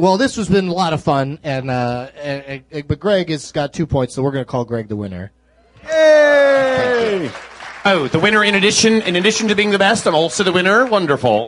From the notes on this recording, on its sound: From the SXSW Film and Interactive Conference